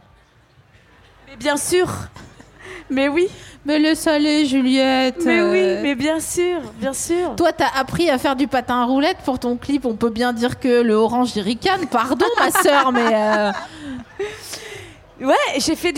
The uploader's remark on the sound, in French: Produit par Binge Audio, enregistré en juin 2022 au festival We Love Green (Bois de Vincennes).